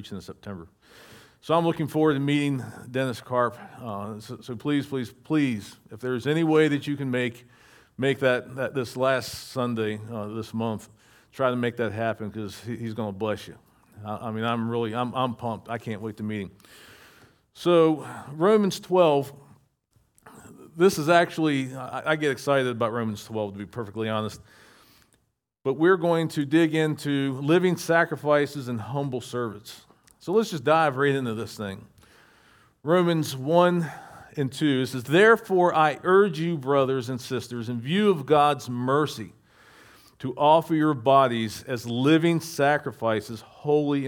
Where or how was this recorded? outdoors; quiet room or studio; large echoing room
large echoing room